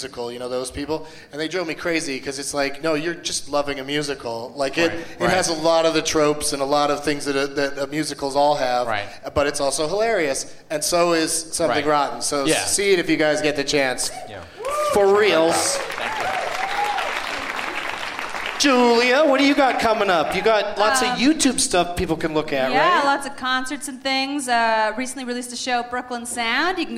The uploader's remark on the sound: Live from the Gramercy Theatre in New York City